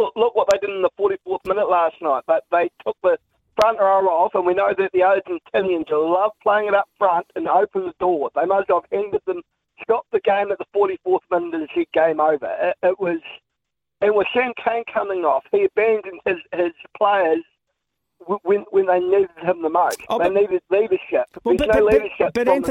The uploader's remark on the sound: The phone lines were heating up with frustrated fans sharing their thoughts on the All Blacks' historic loss to Argentina.